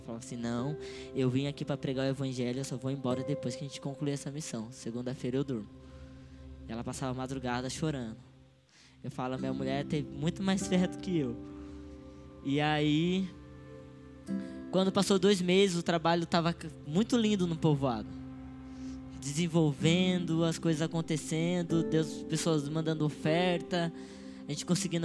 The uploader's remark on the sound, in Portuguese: Áudio do culto de Domingo do dia 11/12/2022.